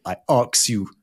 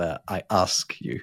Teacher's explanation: That's metathesis. You see how the K and the S sound have swapped around. · Shown in: first take